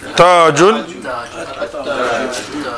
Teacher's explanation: When we prefixed it with alif lam, A, the lam is not pronounced. At-Taju. Lam not, although it's written, the lam is not. · Term: sun letters